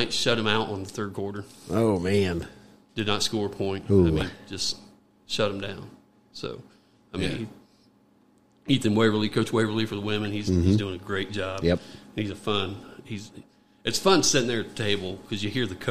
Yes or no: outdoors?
no